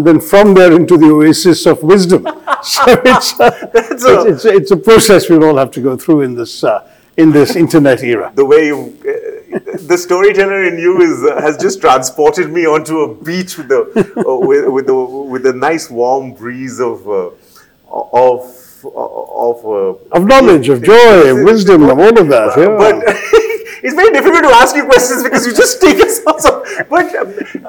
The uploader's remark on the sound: This episode was recorded at the Jaipur Literature Festival 2022 in March.